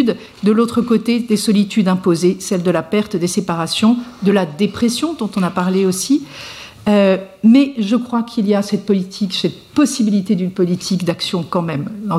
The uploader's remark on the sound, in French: Colloque. Présentation courte suivie d'une discussion avec le public sur les enjeux de la journée entière.